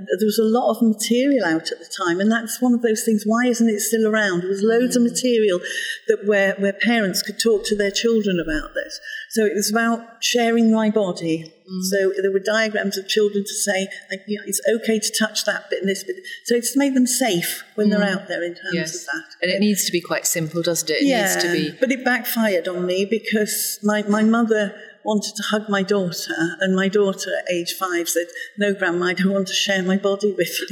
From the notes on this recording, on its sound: talking at the Faculty of Sexual & Reproductive Healthcare (FSRH) Annual Scientific Meeting held at Edgbaston Stadium, Birmingham, UK on 17–18 May 2018.